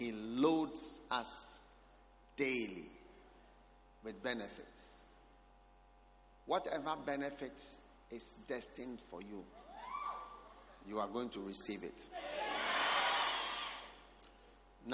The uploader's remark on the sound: Preached at the Experience Service, First Love Church.